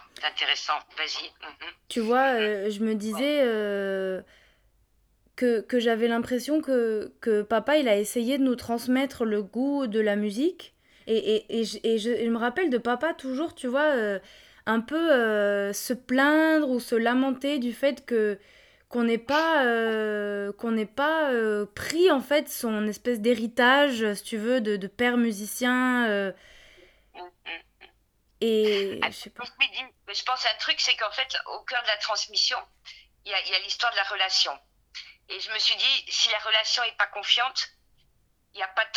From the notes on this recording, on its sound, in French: Cette fois-ci, je lui ai proposé d’enregistrer notre conversation téléphonique.